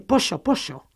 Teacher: Aunque en zonas del español de América, como el Mar del Plata, no se convierte en ye de pollo, pollo, sino que se convierte en she, de pollo, pollo.